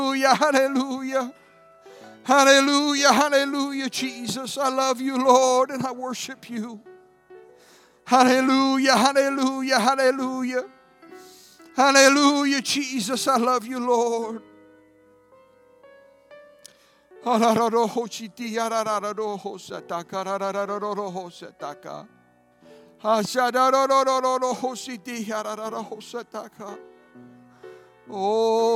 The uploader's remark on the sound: At Newark United Pentecostal Church.